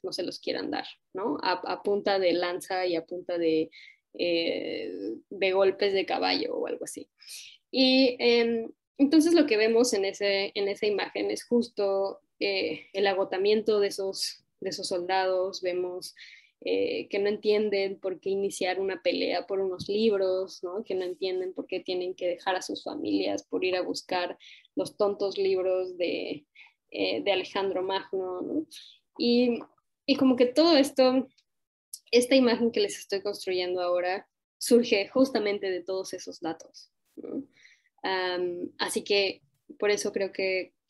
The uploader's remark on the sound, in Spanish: Como parte del cuarto ciclo del Laboratorio de Escrituras Vivas, en sesión sincrónica vía Zoom.